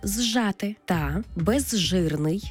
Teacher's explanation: з плюс ж утворюється подовжений звук ж. У словах зжати та безжирний, де з свистячий, ж шиплячий, разом ми їх читаємо як ж. · Term: уподібнення